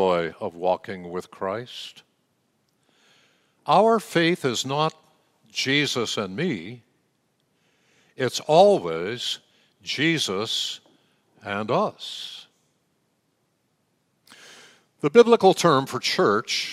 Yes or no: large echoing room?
yes